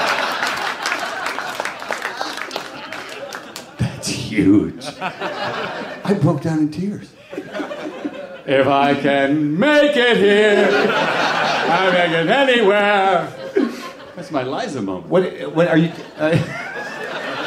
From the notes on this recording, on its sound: a Live WTF taping at SXSW in Austin, Texas